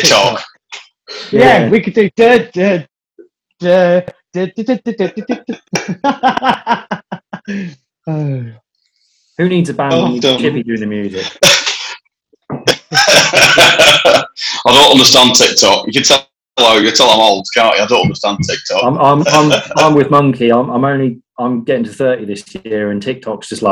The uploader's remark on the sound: Recorded via Zoom